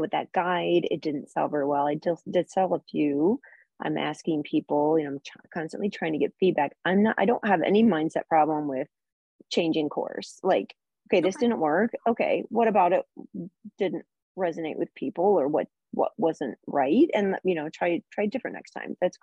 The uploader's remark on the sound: I am sharing a replay of zoom call from my training series called REIGNITE.